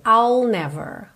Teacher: Eu começo o som do I, mas eu não termino, não faço esse I. Eu pego do I'll e já boto o L ali.